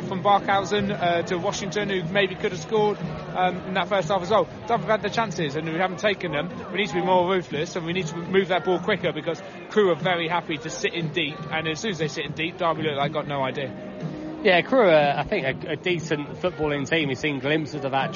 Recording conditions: busy venue